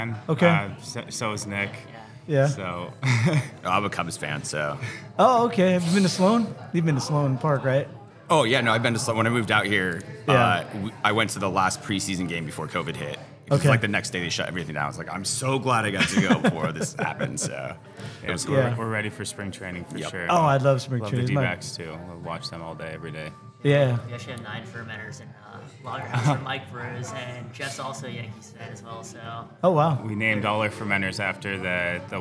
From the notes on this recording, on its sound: Recorded at Tap That Downtown in Phoenix, AZ on February 4, 2024.